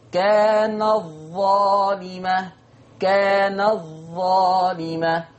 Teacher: ورش يضغم تاء التأنيث في حرف الظاء